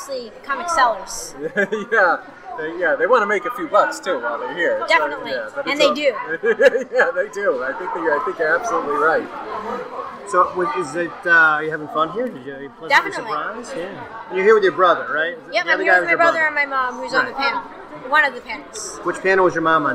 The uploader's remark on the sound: record LIVE from the first-ever Boston Kids Comics Fest, held April 28, 2018, in Boston's Jamaica Plain neighborhood.